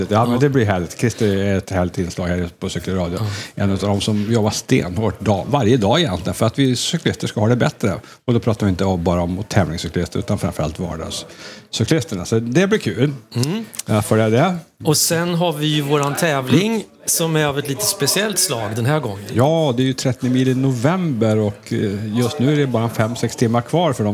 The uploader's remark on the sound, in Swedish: Live från Meter Bikes i Stenkullen